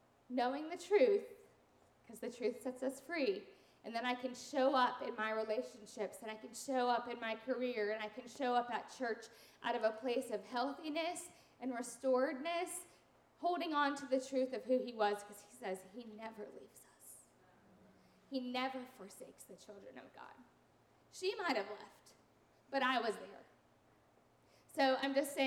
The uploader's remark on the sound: Sunday sermons and special event audio from Dwelling Place NRV in Christiansburg, Virginia.